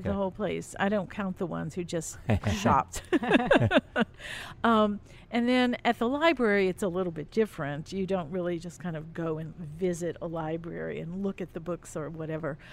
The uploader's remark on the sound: We recorded this episode of Midnight Menu 1 in the currently closed Grille by The Hill restaurant next to Monkey Hill bar on Magazine Street.